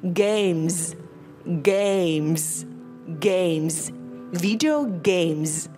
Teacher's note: mình hãy đánh âm z ở cuối câu vì nó là số nhiều ha